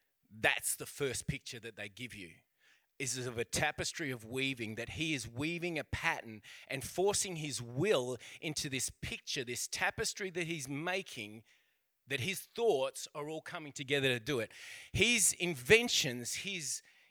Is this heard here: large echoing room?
yes